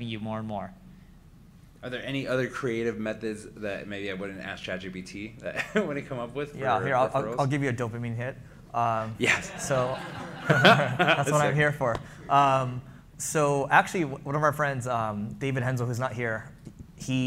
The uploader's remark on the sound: live session at the Leveling Up Founders Event